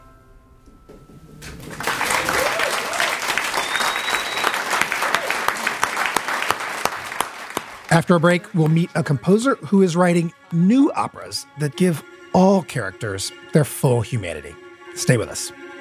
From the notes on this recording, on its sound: Live from The Greene Space stage. We’re bringing you a portion of this event.